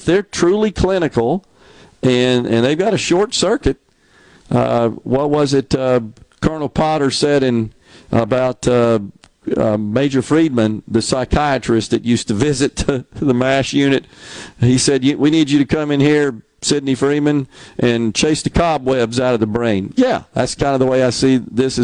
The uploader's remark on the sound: MidDays is LIVE from Mississippi Blood Services in Flowood asking for you to stop by and donate the gift of life.